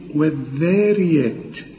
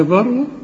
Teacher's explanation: الذال الأولى قبلها راء مرققة، إنما الثانية الراء دي مفخمة